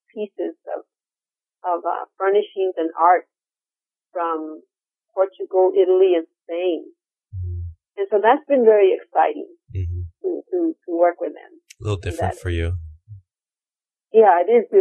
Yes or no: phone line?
yes